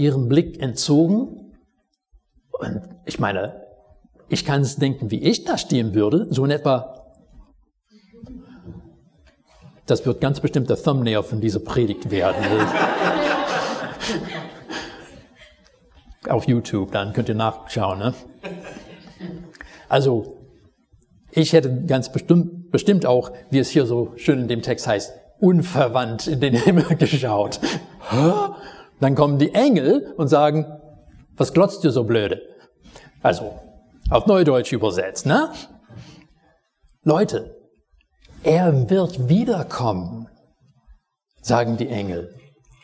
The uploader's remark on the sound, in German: Predigt aus dem Gottesdienst vom 21.